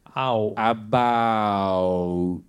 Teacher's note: it's two sounds, right? It's ah, and then ooh.